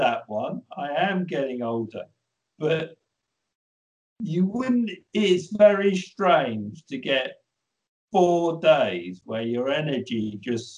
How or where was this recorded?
video call